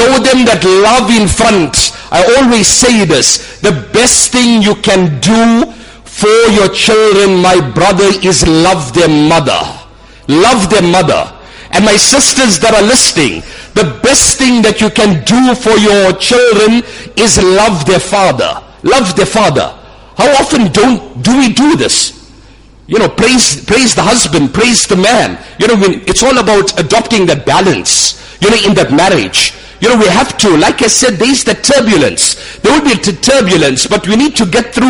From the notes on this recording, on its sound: Jumuah lecture at Umhlanga Masjid